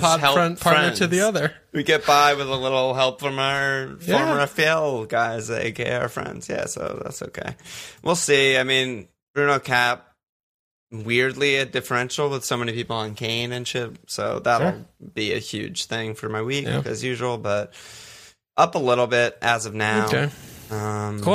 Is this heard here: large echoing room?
no